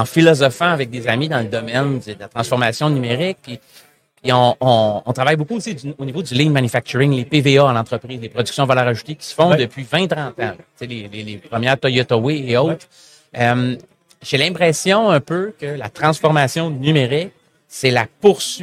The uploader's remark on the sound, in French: En direct du Hardtech à Toronto